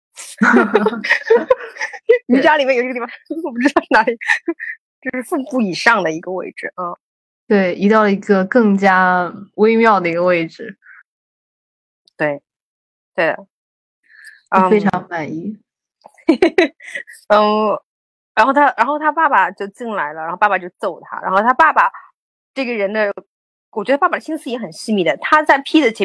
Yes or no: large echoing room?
no